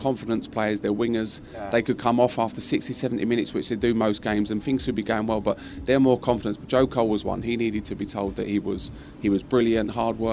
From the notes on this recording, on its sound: From our original home, Barasti